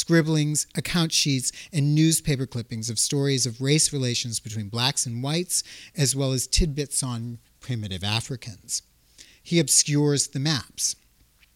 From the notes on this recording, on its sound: This talk was recorded on March, 2nd, 2016, at the Mead Art Museum at Amherst College. This talk was recorded on March, 2nd, 2016, at the Mead Art Museum at Amherst College.